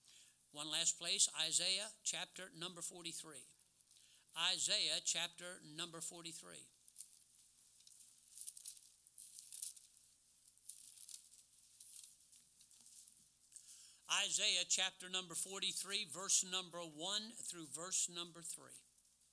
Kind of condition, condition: setting, large echoing room